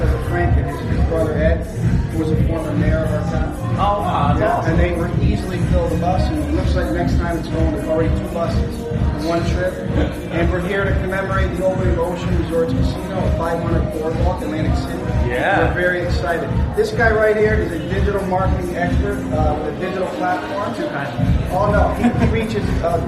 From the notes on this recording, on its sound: After hanging out at the party for a while and around the beautiful resort we decided to record a quick teaser